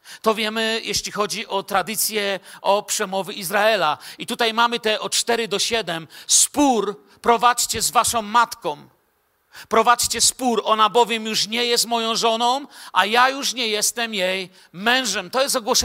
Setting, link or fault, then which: setting, large echoing room